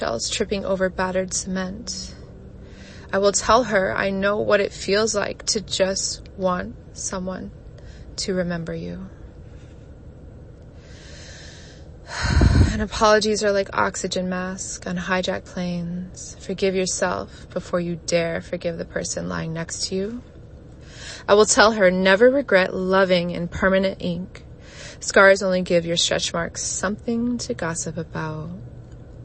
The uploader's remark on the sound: I was unsure if I wanted to share this recording that I did hungover, tired, dehydrated, and right after work in my car. I record each episode in one take without a script and no edits.